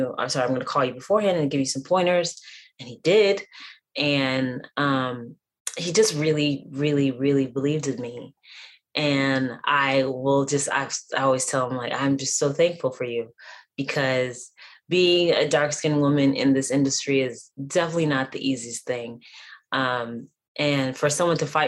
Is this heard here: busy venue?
no